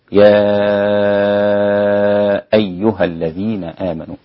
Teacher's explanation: وإذا كنت تقرأ بقراءة الإمام حمزة السادس وبرواية ورش عن نافع إن ورش راوي عن نافع فإنه يتعين عليك أن تشبع هذا المد ست حركات · Term: المد المنفصل